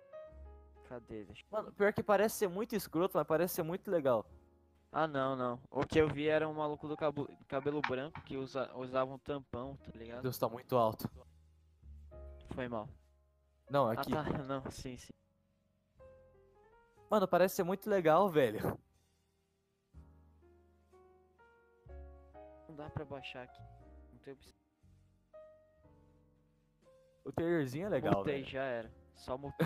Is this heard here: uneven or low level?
yes